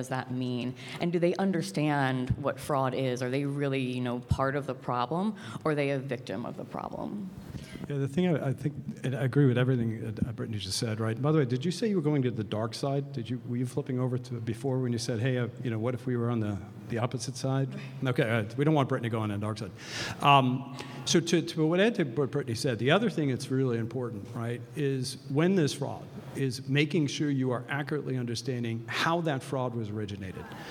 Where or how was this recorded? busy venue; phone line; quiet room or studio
busy venue